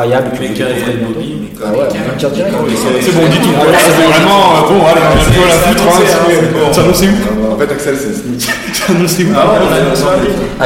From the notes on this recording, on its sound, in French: Nous étions début septembre du côté de Montbrison pour la deuxième édition Urban Show. Un très bon moment partagé coupé par nos interviews que nous avons donné pendant le festival.